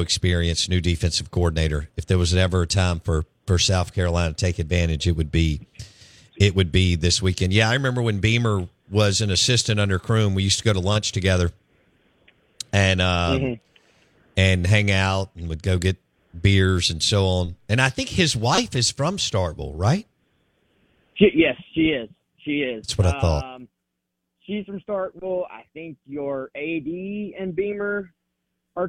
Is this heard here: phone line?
yes